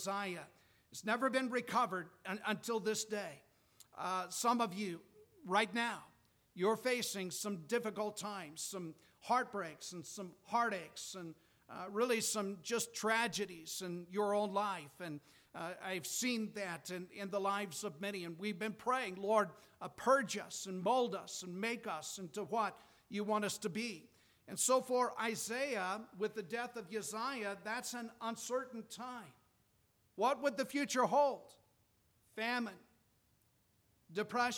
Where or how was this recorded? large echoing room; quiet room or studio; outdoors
large echoing room